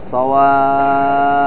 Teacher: تقف عليه بالسكون المحض دون الروم والإشمام لأن الفاء مفتوح